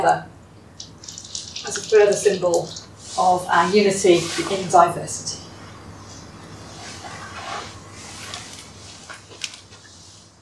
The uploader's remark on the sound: Audio podcast of morning service led by the Minister